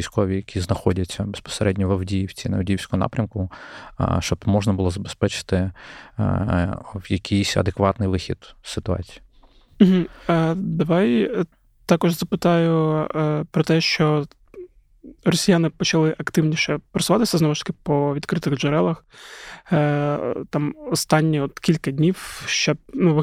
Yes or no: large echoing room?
no